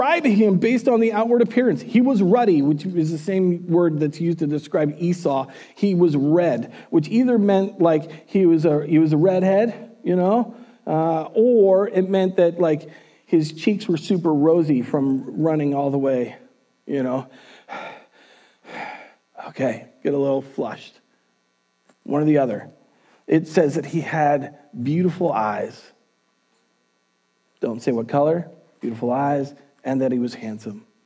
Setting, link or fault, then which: setting, large echoing room